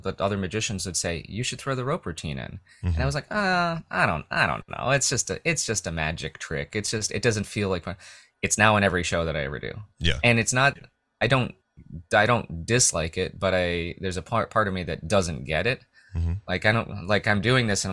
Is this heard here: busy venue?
no